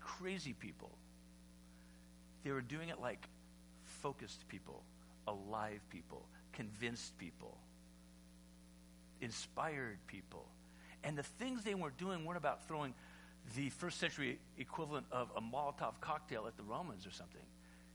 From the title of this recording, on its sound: Easter Sunday Service (sermon only)